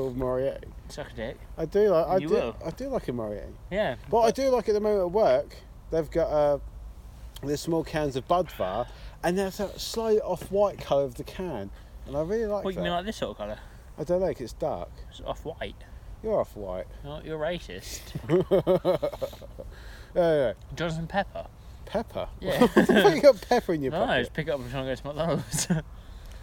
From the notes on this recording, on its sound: This week, we’re back outside on a nice warmish March evening.